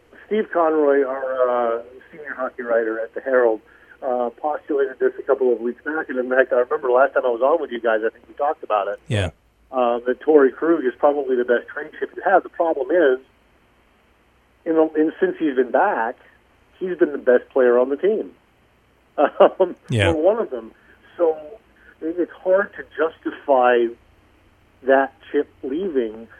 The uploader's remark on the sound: calls in to the B-List Daily